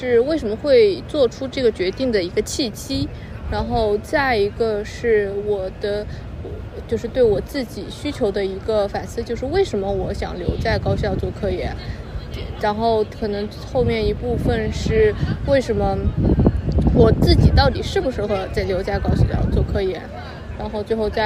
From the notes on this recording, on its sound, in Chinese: 户外录制杂音